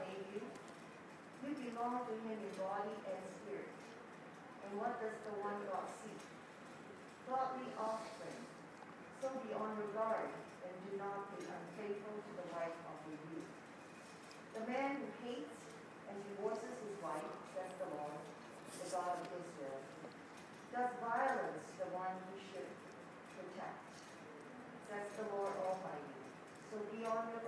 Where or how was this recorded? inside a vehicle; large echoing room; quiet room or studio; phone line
large echoing room